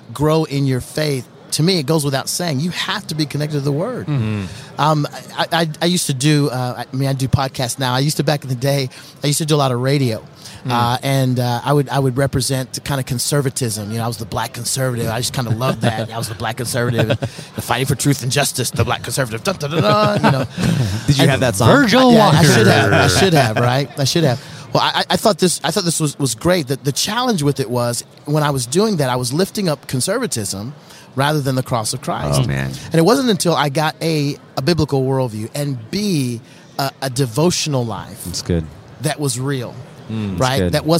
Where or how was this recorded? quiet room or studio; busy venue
busy venue